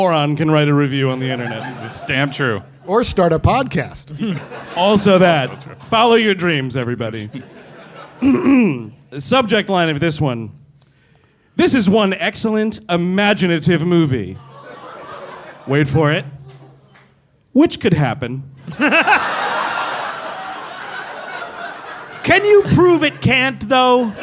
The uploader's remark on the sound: Live in Boston. Live from Boston, Massachusetts. Performed live, for one night only.